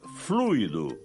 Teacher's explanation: Repare, o isqueiro está sem fluido, sem acento, e a pronúncia é fluido, com a tônica no U